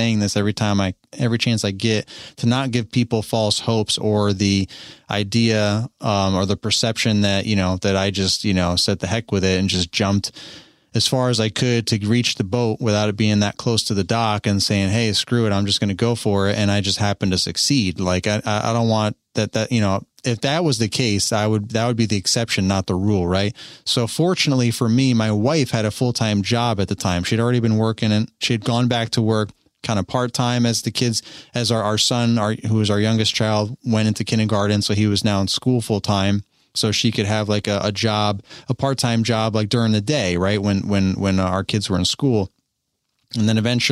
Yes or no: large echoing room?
no